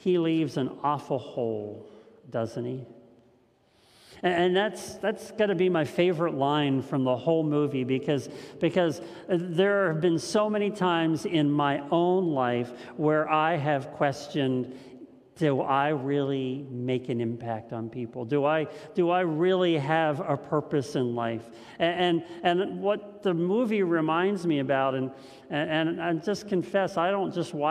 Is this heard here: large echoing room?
yes